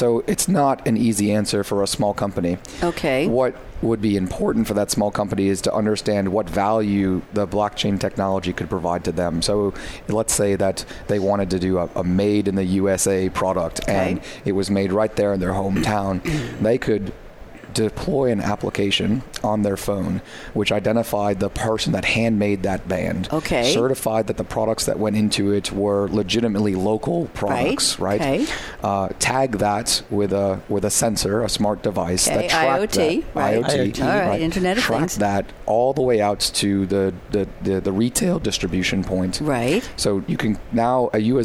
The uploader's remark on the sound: live at SAPPHIRE NOW 2017!